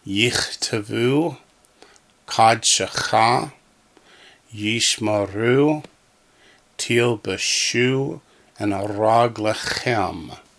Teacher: in each case, the first Shiva was silent but ended a syllable. The second one is a syllable in itself and is pronounced with a short slurred S sound.